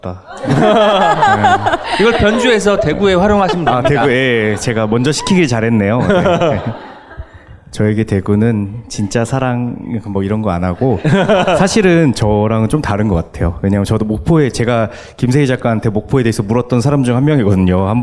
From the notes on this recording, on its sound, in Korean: 2019 젊은작가 X 책읽아웃 공개방송 대망의 1부!